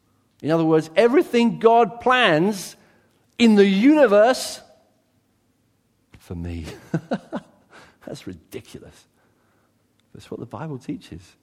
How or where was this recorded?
large echoing room